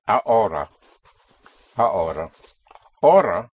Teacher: Spelled H-O-R-A means hour, and the H is not pronounced in Spanish